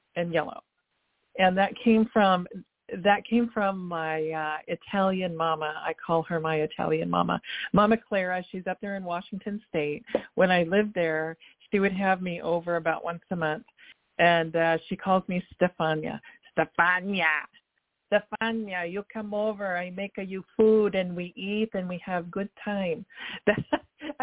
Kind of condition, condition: link, phone line